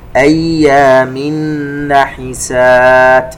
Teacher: تنوين وبعدها حرف النون إدغام بغنة